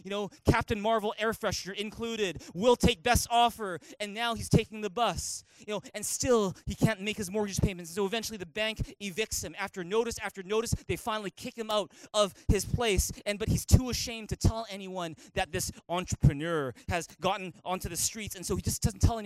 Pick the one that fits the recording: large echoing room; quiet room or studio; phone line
large echoing room